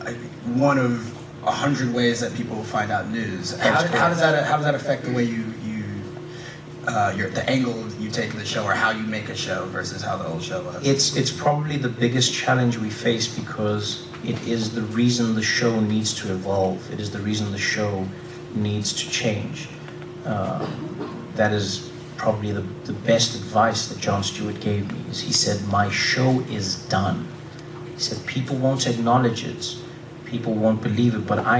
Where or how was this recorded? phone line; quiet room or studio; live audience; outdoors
live audience